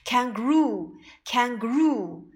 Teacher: 重音在“如”这个音节上，也就是在第三个音节上